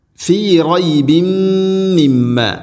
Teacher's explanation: അതുപോലെ മിമ്മ മീമിന് ശദ്ദുണ്ട്, മണിക്കണം